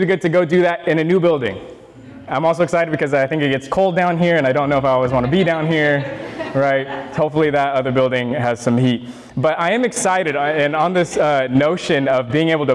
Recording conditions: large echoing room